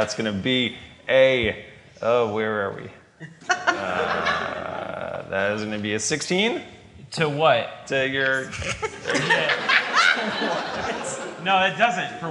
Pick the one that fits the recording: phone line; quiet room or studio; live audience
live audience